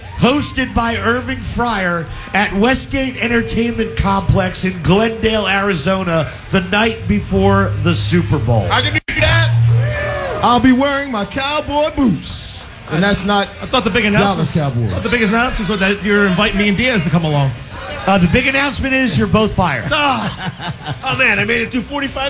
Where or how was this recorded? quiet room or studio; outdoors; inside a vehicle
outdoors